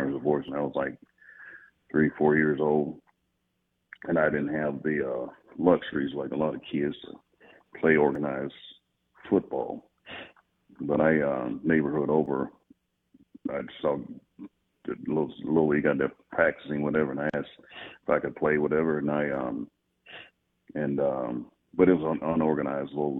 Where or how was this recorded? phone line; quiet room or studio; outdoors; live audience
phone line